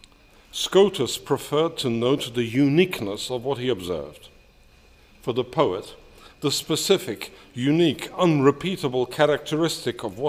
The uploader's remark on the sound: delivered this lecture on February 8, 2018 at the University of Chicago.